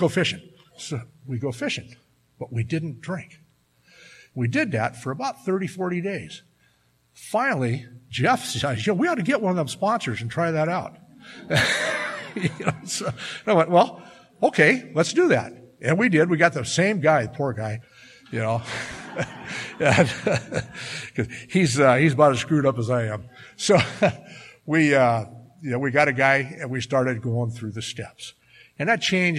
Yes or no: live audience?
yes